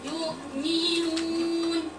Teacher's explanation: دي خنخنة واضحة جدا فوق. نو خلاص الواو بقى فيها خنخنة. تأثرا بالنون ودي من أخطاء التلاوة الشديدة. · Term: الخنخنة في الواو